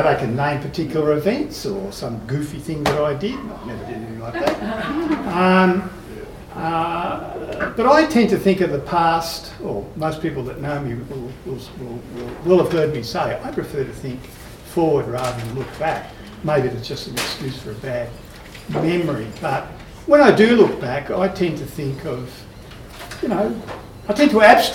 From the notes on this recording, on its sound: This episode of This Must Be The Place is a live recording from the party held for the 40th anniversary of the journal Urban Policy and Research, which took place at Melbourne University in early 2023. After that it’s a largely unedited live recording of the anniversary proceedings. Most of the recording is a live recording, but with some light edits. There’s a fair bit of room noise, clapping and familiar voices.